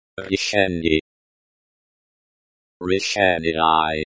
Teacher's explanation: with emphasis on the second syllable